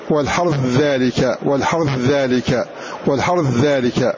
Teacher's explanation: فتضغم هذه الثاء في الذال بحيث لا يبقى شيء من هذه الثاء فأدغمت